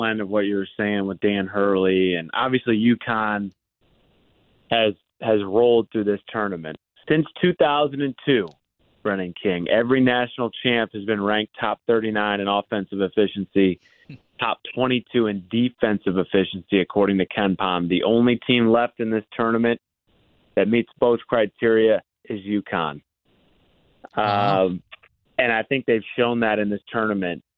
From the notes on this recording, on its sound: from Purdue Sports Network called